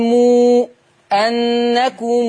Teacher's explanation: لما تيجي ميم وراها همزة نقول مو أنكم ونعد ستة برضو